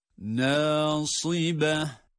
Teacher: nun harfi meddi tabi ile bir elif miktarı uzatılarak okunacak